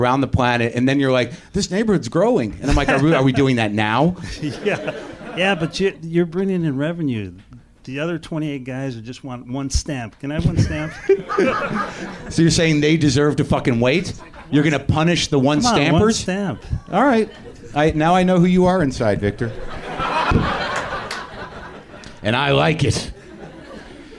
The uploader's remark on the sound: You have the makings of a classic live WTF. Taped 5/21/10 at UCB LA.